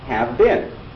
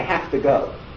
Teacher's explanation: a sound which normally would be voiced is devoiced because of anticipation · Shown in: second take · Term: devoicing